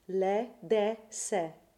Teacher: we're supposed to sing these le, se, de, me, te words as an open e · IPA: [ ɛ ]